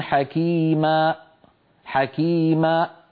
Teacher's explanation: يعني لا يصح مثلا أن نقول كما نسمع من بعض إخواننا مثلا يقولون عليما حكيما حكيما، هنا ماذا فعل من يقول حكيما؟ قفل الوترين الصوتيين فأخرج همزة